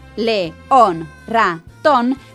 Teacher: la sílaba tónica es la última de la palabra.